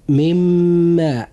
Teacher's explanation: حرف الإدغام في هذا المثال هو حرف الميم، ونوع الإدغام هو إدغام بغنة، وقد وقع بعد النون الساكنة حرف الإدغام وهو الميم، وهو من حروف الإدغام بغنة